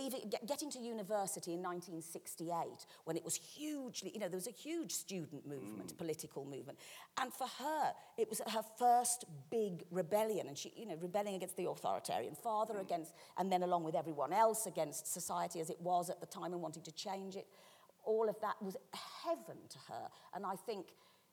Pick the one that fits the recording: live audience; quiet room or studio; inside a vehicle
live audience